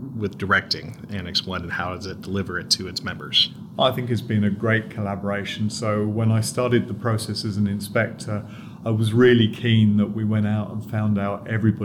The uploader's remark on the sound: This interview took place at the 2023 PDA/FDA Joint Regulatory Conference with over 800 attendees.